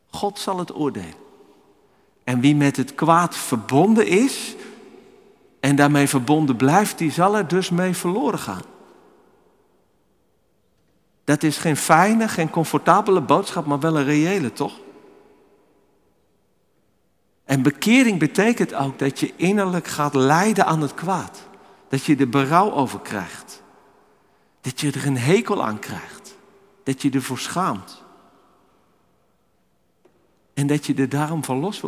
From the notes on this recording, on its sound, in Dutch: Opgenomen in de Noorderkerk te Amsterdam.